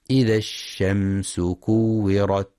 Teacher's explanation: ينتبه القارئ في كلمة الشمس لرخاوة الشين وهمسها